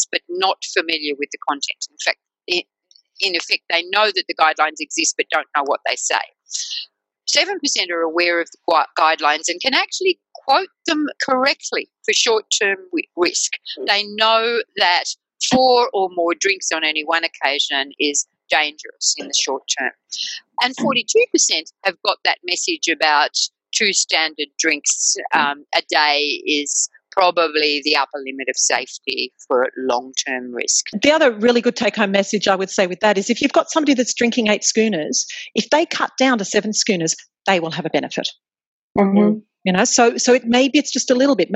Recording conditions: video call